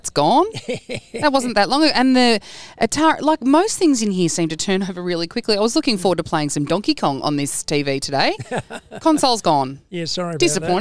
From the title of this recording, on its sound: LIVE at Robinvale Appliances & Furniture Zone.